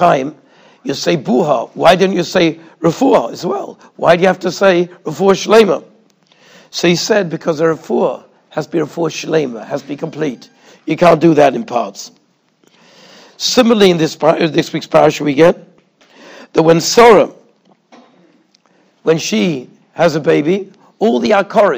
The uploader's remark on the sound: Shiur recorded in Yeshivas Ohr Reuven, Monsey, NY.